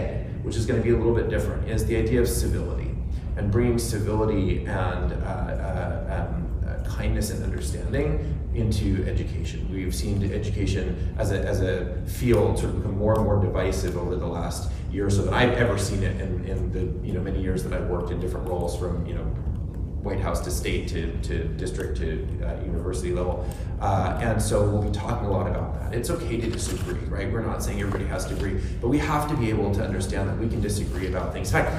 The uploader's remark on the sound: On the ground at ISTE Live22. Comes live from one of the nation's largest edtech conferences. At least 15,000 educators and edtech enthusiasts are gathered in New Orleans for ISTELive 22 .